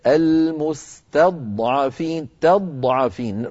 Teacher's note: أيضا كلمة المستضعفين، تضعفين نرقق التاء ونفخم الضاد، المستضعفين، ولا نقول المستضعفين تضعفين، لا نفخم التاء وإلا قد تتحول إلى طاء.